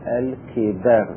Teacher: إمالة فتحة قبل الراء إلى الكسرة